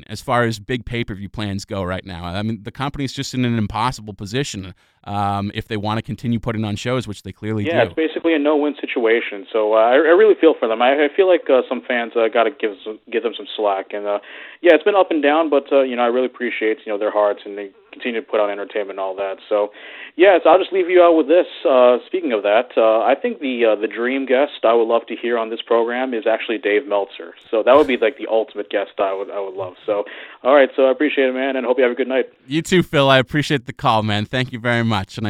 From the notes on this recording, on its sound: we're live and interactive, taking calls, texts and tweets from you, the listener!